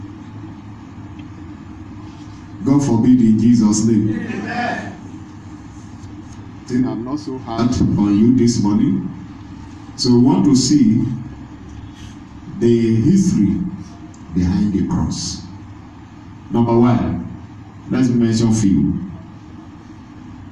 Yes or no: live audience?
yes